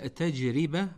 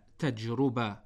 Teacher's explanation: لابد أن نقول تجربة بالكسر لا تجربة بالضم · Shown in: first take